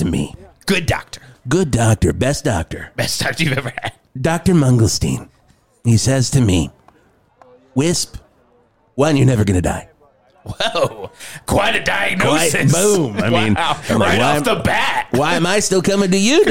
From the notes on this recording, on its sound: Live from Rocktoberfest! Broadcasted live from the Val Verde Rocktoberfest Festival!